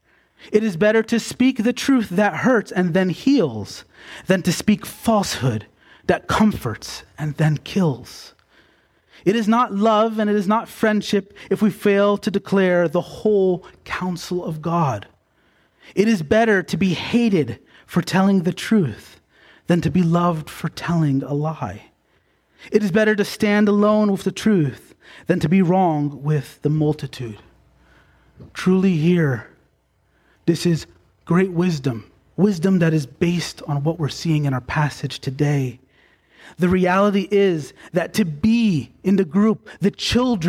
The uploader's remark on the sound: Preached on February 11, 2024, at Bethel Baptist Church in Gorham, NY.